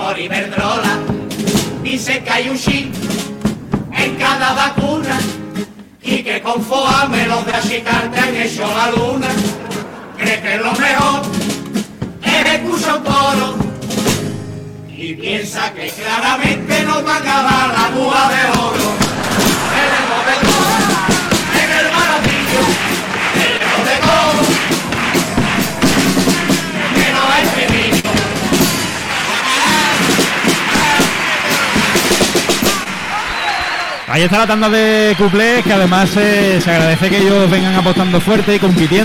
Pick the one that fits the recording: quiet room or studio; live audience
live audience